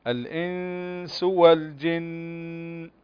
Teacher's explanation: النون ساكنة وبعدها السين إخفاء، هذا الإخفاء حقيقي، فقلنا بمقدار حركتين